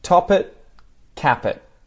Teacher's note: So the vowel sound of it kind of gets shortened into a schwa